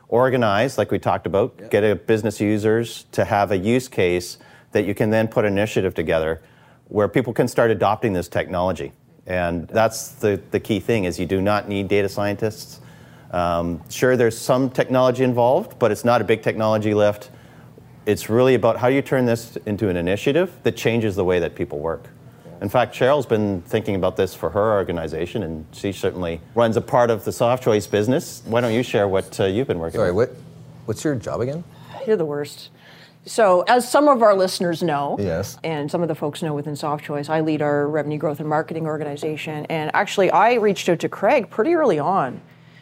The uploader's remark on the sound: On location at their favorite watering hole.